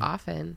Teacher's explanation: the T in often technically is silent? Often.